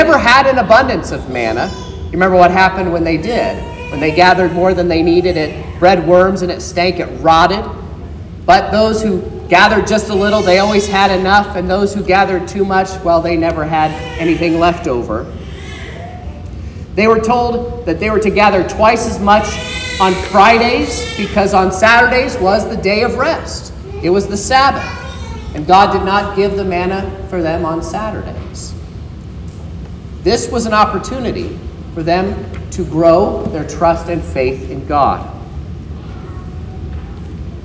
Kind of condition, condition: setting, large echoing room